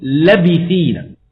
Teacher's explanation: فكيف تقصر كلمة لابثين إلا بحذف حرف المد الواقع بعد اللام فتقول لبثين، واضح؟ · Term: القصر